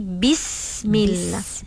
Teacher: sin dia ada sofir. Sofir tu dia bunyi seperti desiran binatang.